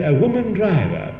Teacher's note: In woman driver, there were two stresses, weren't there?